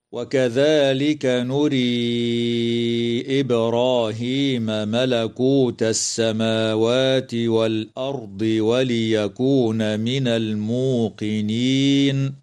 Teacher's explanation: وتقلقل الباء في كلمة إبراهيم